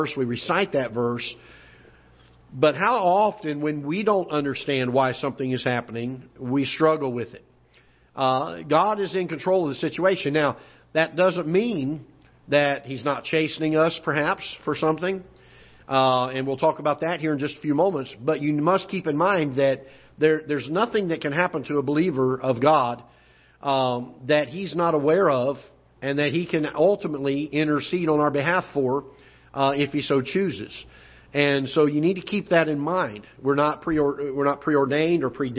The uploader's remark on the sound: Ketha Heights Baptist Church ~ Live Broadcast